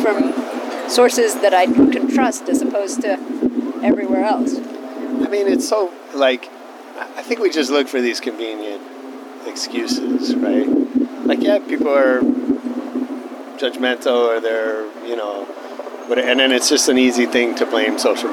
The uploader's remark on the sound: LIVE from Cannes Lions. At the Cannes Lions Festival of Creativity and we sat on the rooftop of the FQ Lounge overlooking the Bay of Cannes. The audio is a little funky because we're outdoors but our expert producer was able to make it sound pretty good.